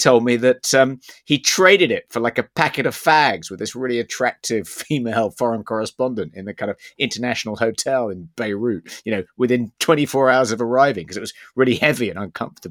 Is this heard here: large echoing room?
no